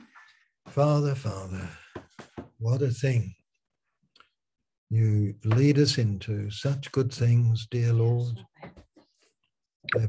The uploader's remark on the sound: Malaysia Meets (Zoom)